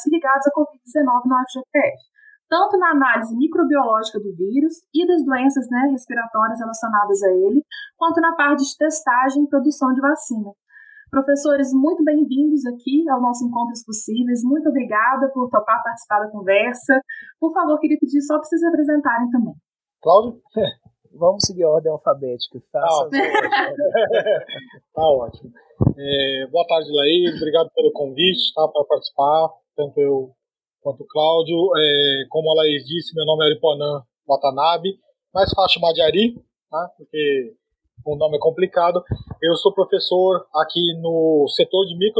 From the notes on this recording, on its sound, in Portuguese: Captação de áudio: StreamYard